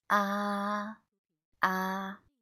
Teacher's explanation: The pitch of first tone is highest among the other tones in Chinese. So when we pronounce it, we need to keep the sound to the end. · Ah, it sounds very different. So we must say the ah in the same pitch from the beginning to the end. Ah, now the second tone is a rising tone and it sounds uh, like a question tone.